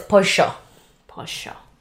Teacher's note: For example, like the word pollo is chicken in Spanish with the double L. They pronounce their double L like a sh sound. Okay. So instead of pollo, it's pollo.